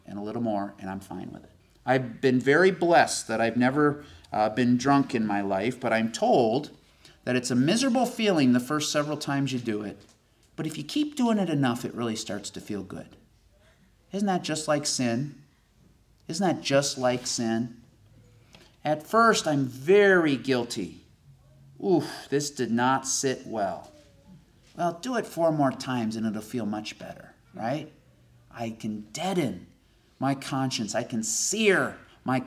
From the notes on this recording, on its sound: This sermon was delivered IN PERSON since the beginning of the Corona Virus pandemic.